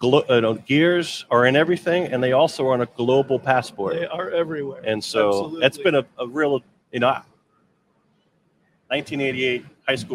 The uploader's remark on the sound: Recorded live from the floor of the Expo at Huntington Place in downtown Detroit! A whole day of livestreamed interviews.